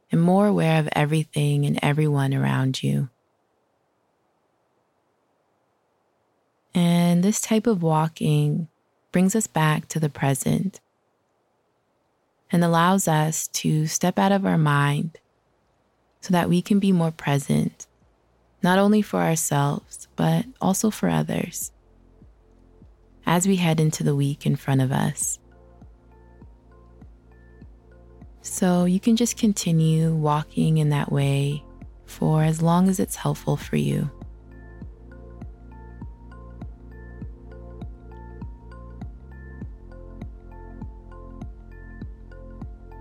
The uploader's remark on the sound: today we’re taking this outside for a walk